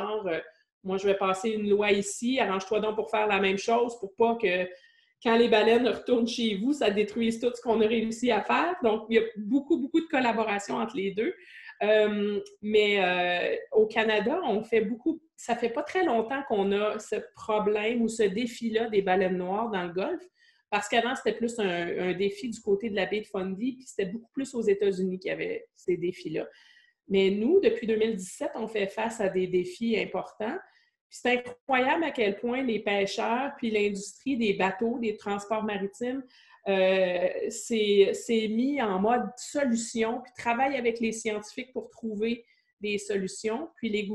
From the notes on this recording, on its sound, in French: Conférence en ligne organisée par le Collège de Maisonneuve